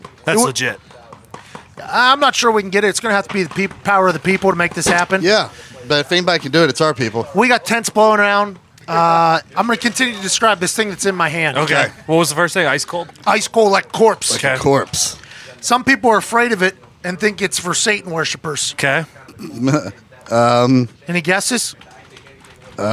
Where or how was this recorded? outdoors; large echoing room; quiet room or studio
outdoors